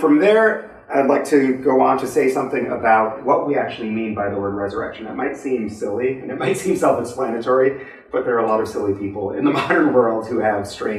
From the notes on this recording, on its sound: This lecture was given on April 15th, 2023 at the University of Rochester.